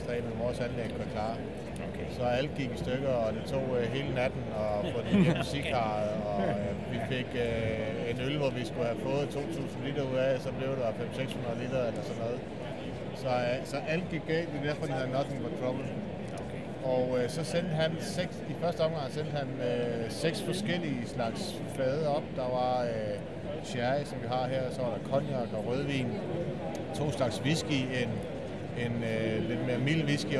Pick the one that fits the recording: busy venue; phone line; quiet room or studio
busy venue